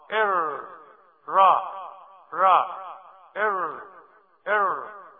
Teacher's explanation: تصوروا اللسان بتاعنا كده نقلب طرفه نرفع الطرف لأعلى الحنك الأعلى ومن طرف اللسان مقلوب يظهر الراء